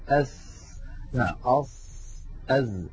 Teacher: على اليمين هذا هو المخرج الصحيح، لاحظوا يا إخوتي أن الإنسان يضع رأس لسانه على الصفحة الداخلية للأسنان السفلى ويضغط فينشأ صوت ناتج من اصطدام الهواء بالصفحة الداخلية للأسنان السفلى والعليا